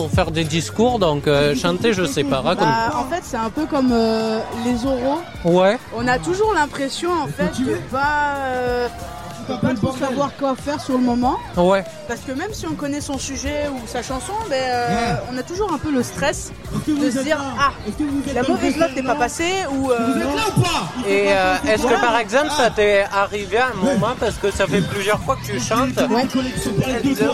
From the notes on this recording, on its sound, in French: En direct de "Jeunesse en fête".